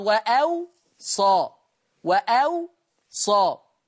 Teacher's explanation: ورش يضع همزة بين الواوين ويسكن الواو الثانية ويخفف الصاد وأو صا وأو صا.